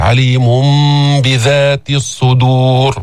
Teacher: أخفينا هذه الميم عند الباء، هي قلبت ميم مخفات، عليم بذات الصدور. · Term: الإقلاب